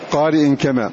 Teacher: فالقاف كما تقدم معنا أنها من أقصى اللسان وتليها في المرتبة الكاف